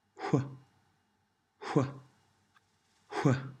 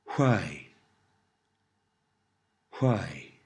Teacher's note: Notice the pronunciation of the W sound at the beginning. It's pronounced as though W and H are said together.